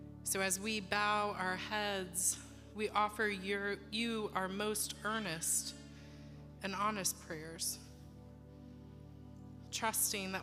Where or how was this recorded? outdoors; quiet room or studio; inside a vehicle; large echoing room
large echoing room